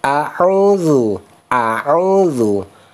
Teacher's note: hamzah pada kalimat pembuka a'udzu itu terbuka lebar supaya terdengar suara a bukan e